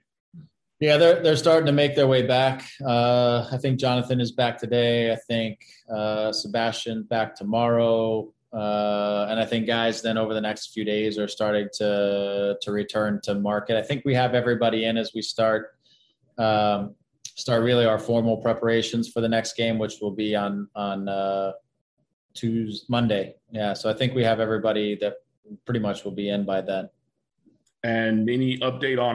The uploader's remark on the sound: Media Video Conference Call